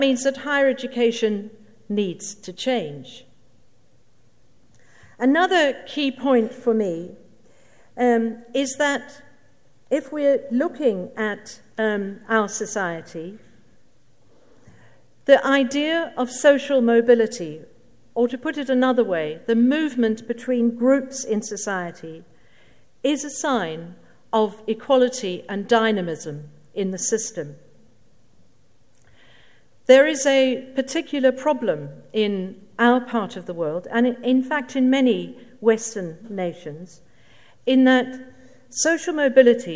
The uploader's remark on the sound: Keynote at SRHE Annual Research Conference 2017